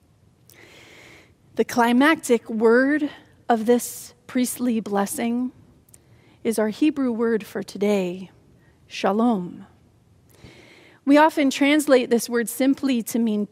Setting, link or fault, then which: setting, large echoing room